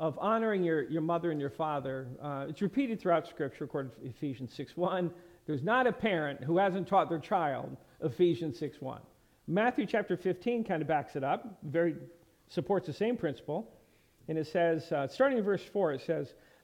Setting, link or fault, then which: setting, large echoing room